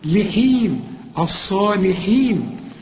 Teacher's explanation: النون هنا محتاجة رقة لأنها جنب الصاد